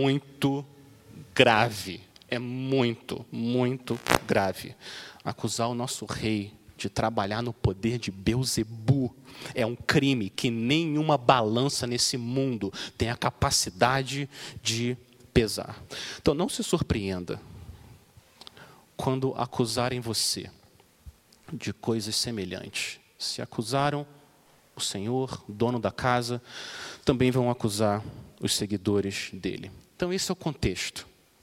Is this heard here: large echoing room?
yes